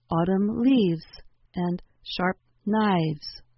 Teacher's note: The voiceless sound F takes on a voiced quality, or V, and an S sound is added to the word.